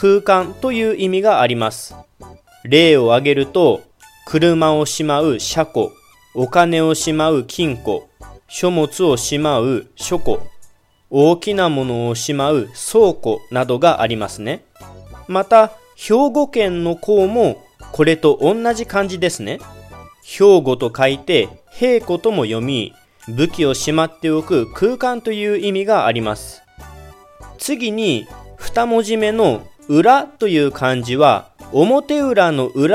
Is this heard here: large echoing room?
no